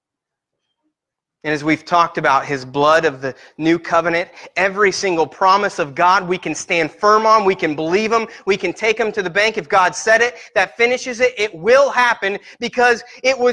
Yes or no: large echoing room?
yes